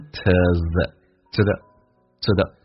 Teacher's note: to 跟 the 组合在一起，这是个固定的搭配， th 音趋向于发 z 这个发音，就不会说成 tothe，说成 tothe， tothe， tothe。